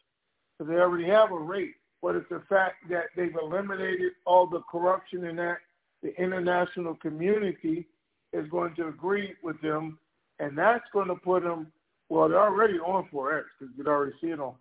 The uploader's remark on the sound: TNTSuperfantastic Conference Call